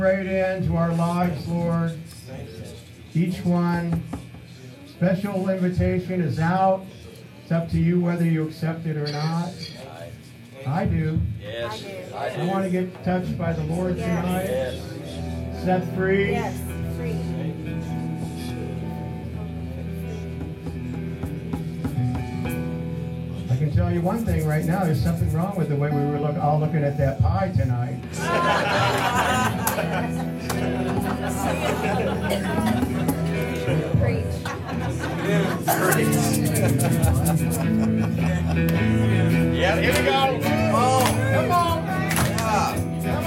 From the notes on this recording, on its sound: This is our Prayer Meeting that we had the last night of the conference.